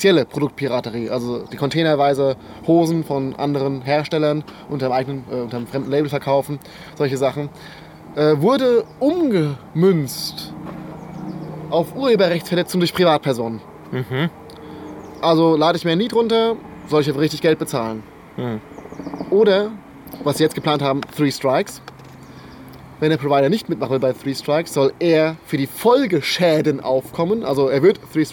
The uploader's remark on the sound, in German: Der Podcast wurde während des Bundesparteitags in Bingen am Rhein im Schatten des. Man hört auch Vogelzwitschern und Hubschrauber.